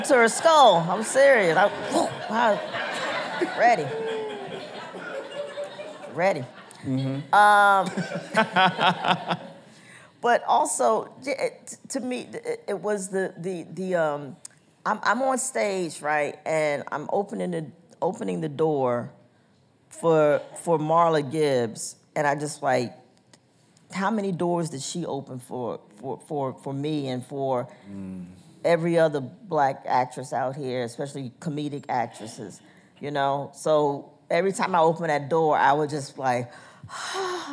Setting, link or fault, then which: setting, live audience